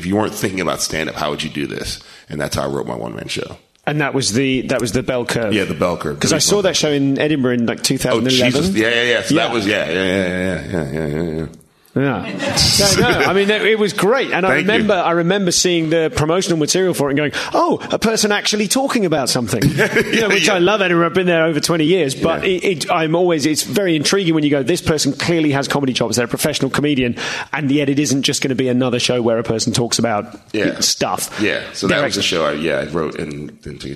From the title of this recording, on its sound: Live at Just For Laughs Montreal